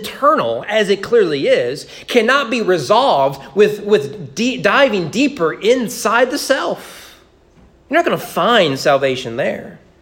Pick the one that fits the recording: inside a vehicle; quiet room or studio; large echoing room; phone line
large echoing room